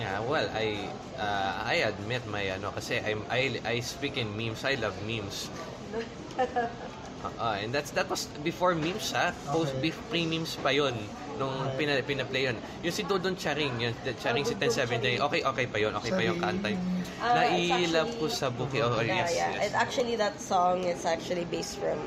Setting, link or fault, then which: setting, busy venue